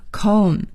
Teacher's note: 这个 comb 的 B 是不发音的我们也叫它 silent b